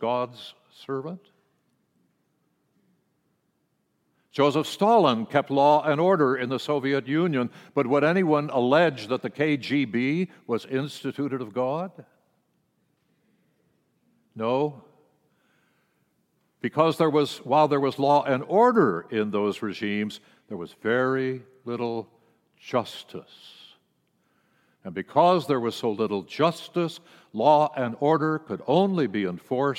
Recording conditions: large echoing room